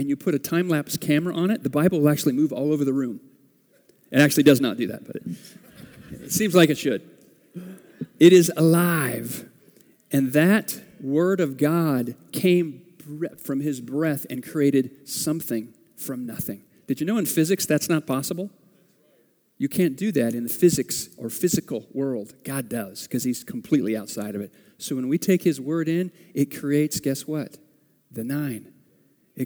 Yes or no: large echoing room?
yes